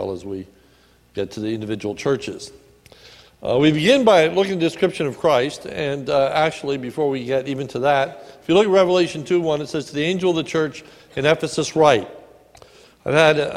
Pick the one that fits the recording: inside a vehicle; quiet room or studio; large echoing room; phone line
large echoing room